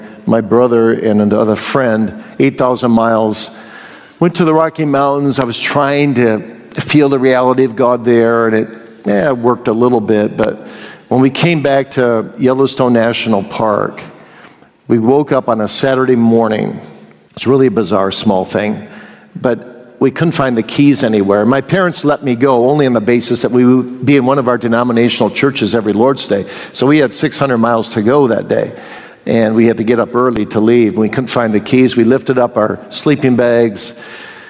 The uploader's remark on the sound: Q & A from the 2022 Boise Reformation Conference